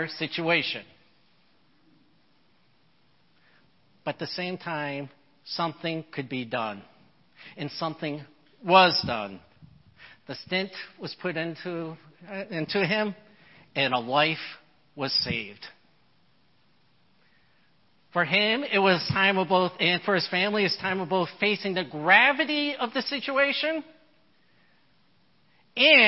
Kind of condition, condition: setting, large echoing room